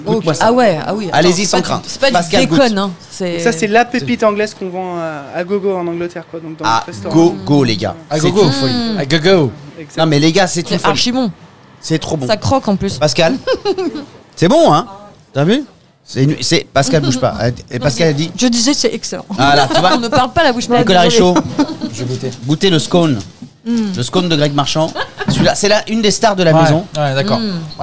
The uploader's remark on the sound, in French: Faire un tour dans les cuisines du restaurant FRENCHIE TO GO qui nous accueille pour l’enregistrement.